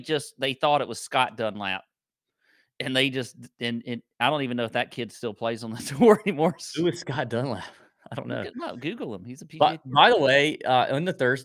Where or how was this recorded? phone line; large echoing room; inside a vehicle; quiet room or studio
quiet room or studio